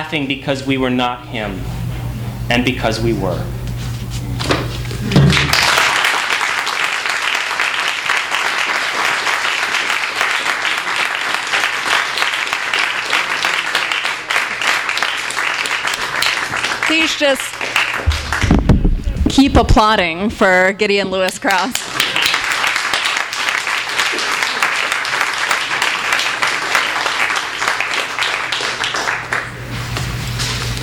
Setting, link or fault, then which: setting, live audience